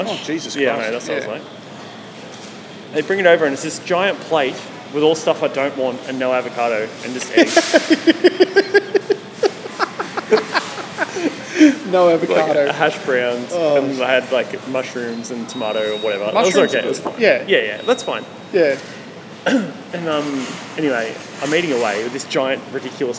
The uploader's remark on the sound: When they stopped at a shopping centre. Decided to set up the microphones and the camera.